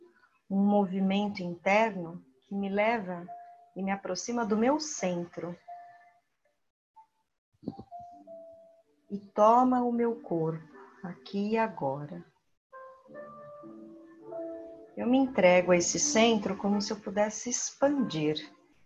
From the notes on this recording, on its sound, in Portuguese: Trecho extraído da meditação no grupo online dia 2 de abril de 2020 (via plataforma Zoom)